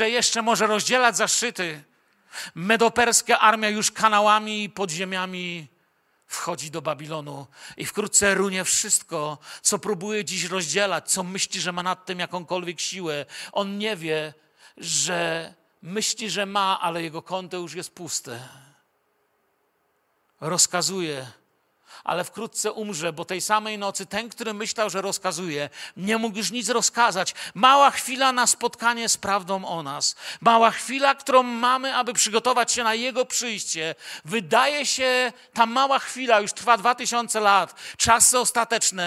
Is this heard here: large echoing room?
yes